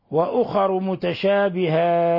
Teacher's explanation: لو وقفنا على التاء فإننا نهمسها